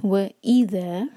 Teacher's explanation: اذا ورڈ وا سے الگ ہے، ای پر زور دیں گے